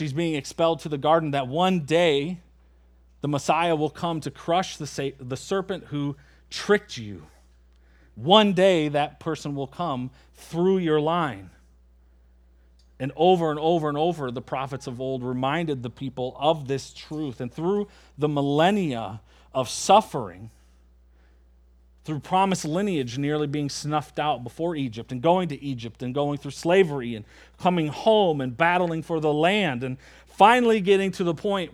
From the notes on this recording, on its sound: at Springbrook Church in Antigo, WI.